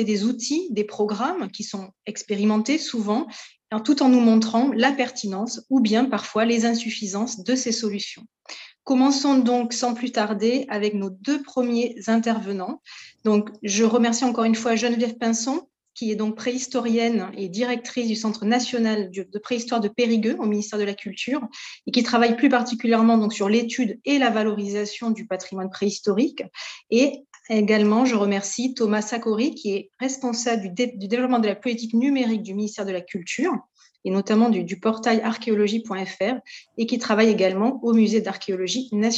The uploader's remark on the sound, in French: Enregistré sur zoom le 20 avril 2021.